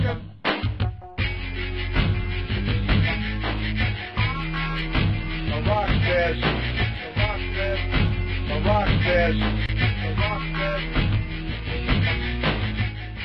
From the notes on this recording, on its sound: Recorded LIVE via Google Hang Outs on Air